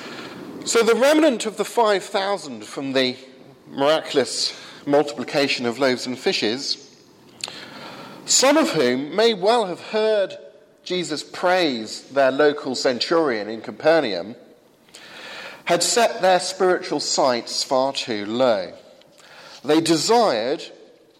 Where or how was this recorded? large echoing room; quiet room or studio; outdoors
large echoing room